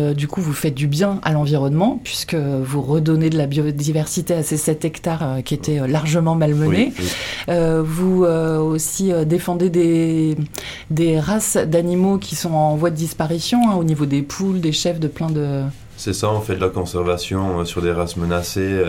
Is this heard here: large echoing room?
no